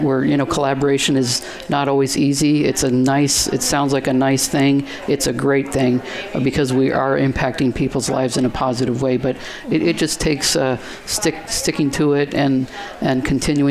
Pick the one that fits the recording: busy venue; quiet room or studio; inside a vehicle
busy venue